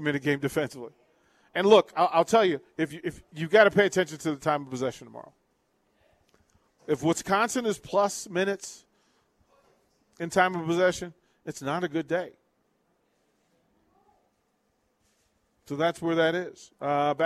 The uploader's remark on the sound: Live from Wingstop - 28th & Pine Lake